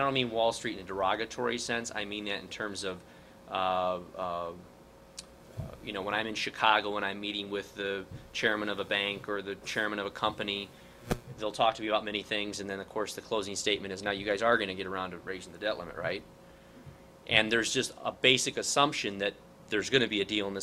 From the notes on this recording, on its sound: WASHINGTON, DC. Delivered a speech to a luncheon meeting of The Ripon Society.